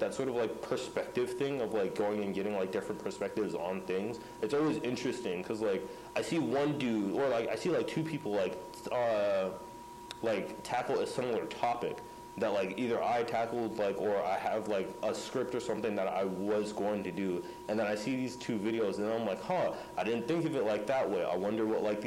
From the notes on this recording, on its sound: Sorry for the audio issues.